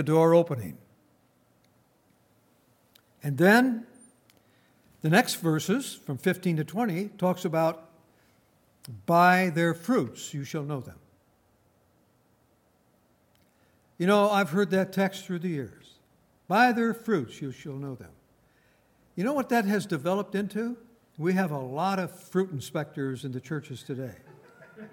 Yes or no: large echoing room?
yes